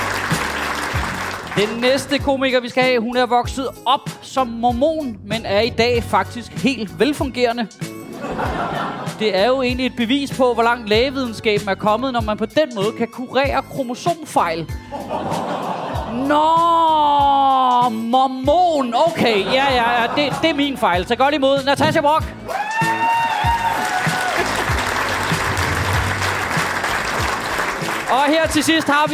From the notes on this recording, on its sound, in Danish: Afsnittet er optaget live på Comedy Zoo.